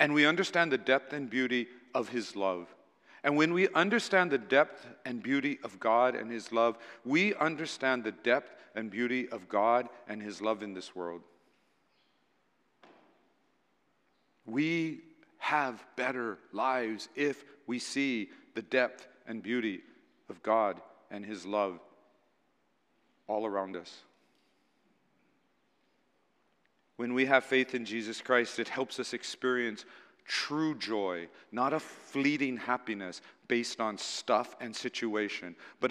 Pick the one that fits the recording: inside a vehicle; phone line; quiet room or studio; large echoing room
large echoing room